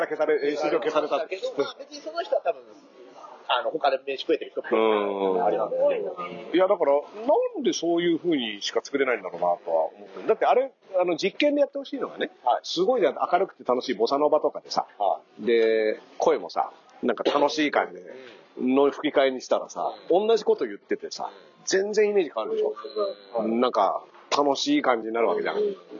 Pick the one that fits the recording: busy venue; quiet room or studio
busy venue